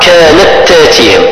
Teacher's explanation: التاء الأولى لا نقرأها ولا نتلفظ بها لأنها تدغم في المتحركة · Term: إدغام